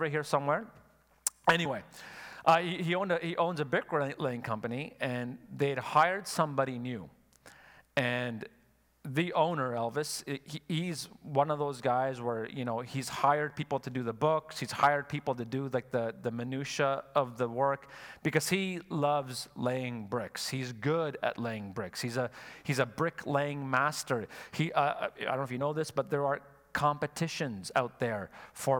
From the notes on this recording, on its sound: Sunday Service live broadcast